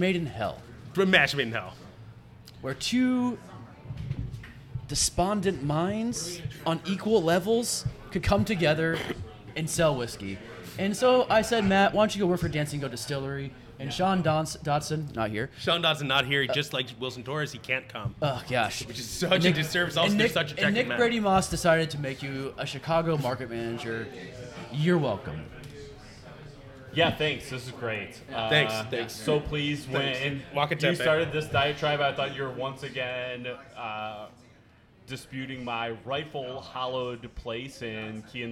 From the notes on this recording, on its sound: Live from Delilah’s we celebrated World Whisky Day with our good friends from six distilleries from across the world.